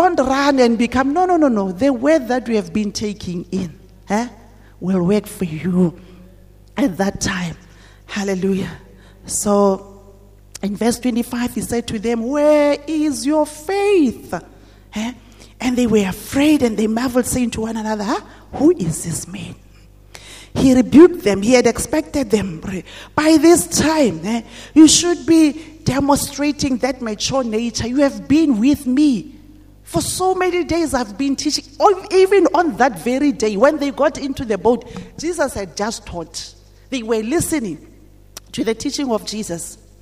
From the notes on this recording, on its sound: at GTCFC City Campus at the morning service